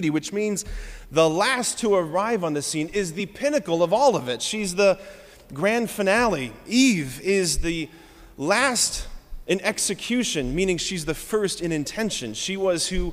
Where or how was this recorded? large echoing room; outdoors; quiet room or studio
large echoing room